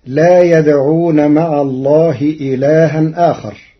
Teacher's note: قرأ ورش كلمتي إلها آخر بنقل حركة الهمزة إلى الساكن قبلها وحذفها مع تثليث البدل، وقد جرى القارئ على التوسط.